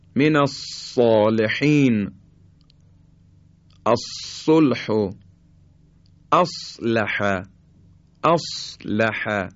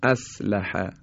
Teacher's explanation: یه مقداری از جلوی زبان و سطح زبان هم نزدیک میشه به کام بالا و حرف صاد در حقیقت پرحجم و درشتر از حرف سین ادا میشه · Shown in: first take